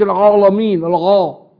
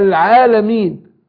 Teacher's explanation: فما يقوليش العالمين الغا، لا العالمين، ارقق العين وبعدين ارقق الالف بعدها · Shown in: second take